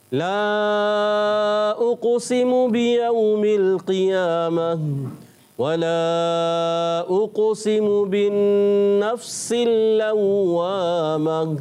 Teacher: آپ نے قاف کو پر بھی پڑھنا ہے اور قلقلہ بھی کرنا ہے